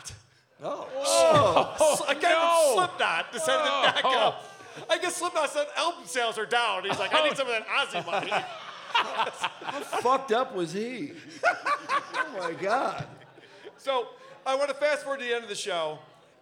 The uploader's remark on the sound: Live in Detroit II. We were back in Detroit last night with a live show at the Magic Bag.